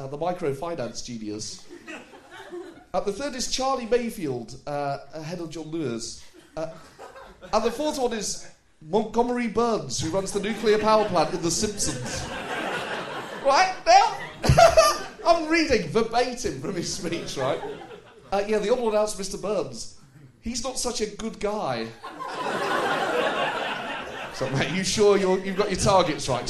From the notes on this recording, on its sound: Recorded live at St James Theatre.